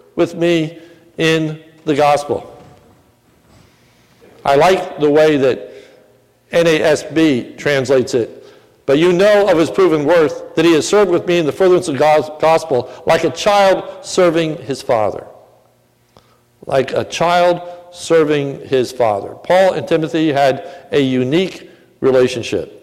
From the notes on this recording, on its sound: This is a sermon recorded at the Lebanon Bible Fellowship Church. During the morning service.